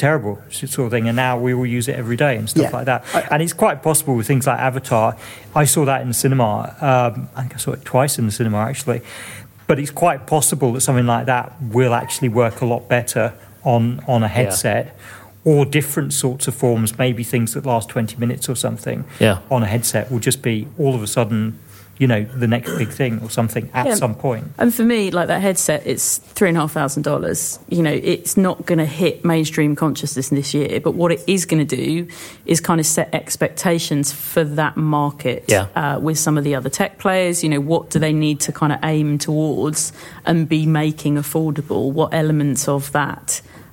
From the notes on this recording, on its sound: LIVE from The Last Thursday Club. Joined live at IAB HQ. Recorded in front of a live audience of 50 IAB members at The Last Thursday Club.